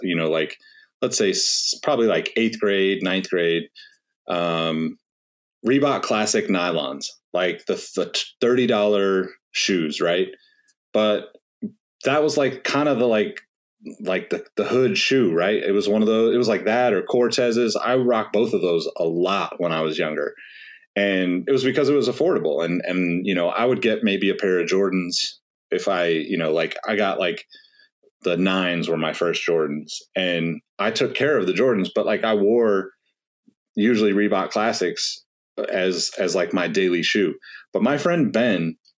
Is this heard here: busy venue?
no